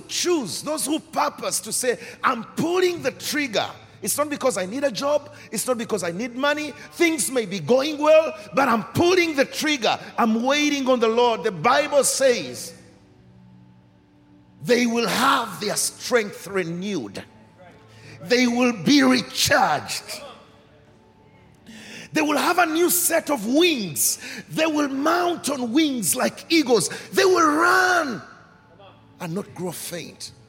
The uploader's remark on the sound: Recorded during our 5pm service